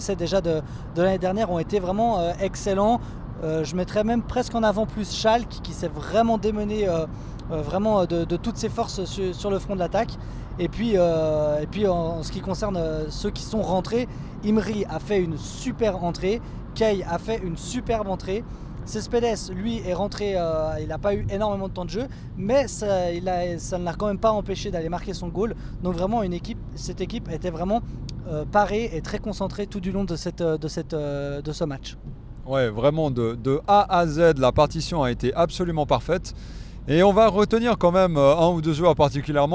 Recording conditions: inside a vehicle